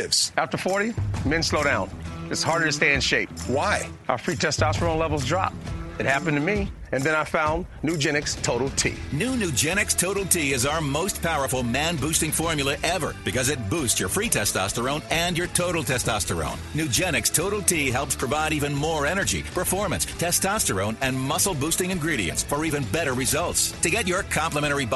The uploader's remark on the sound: He talks with us live from the media center at Augusta National Golf Course.